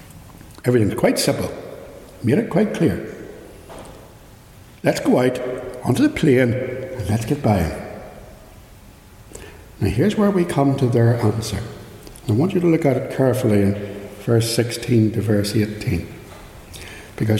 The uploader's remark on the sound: Recorded live at Ballymacashon Church - Raw and unedited.